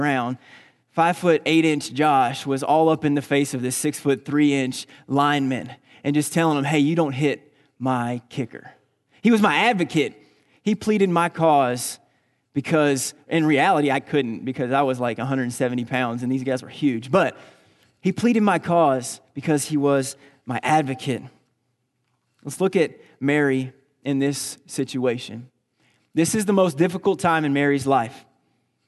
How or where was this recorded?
large echoing room